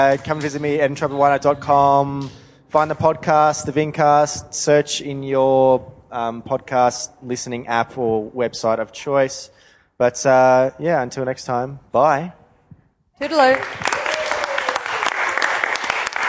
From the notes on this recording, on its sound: as much as the live audience did.